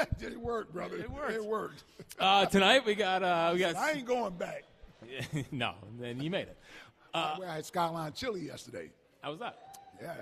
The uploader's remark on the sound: live at Chickie's in South Philly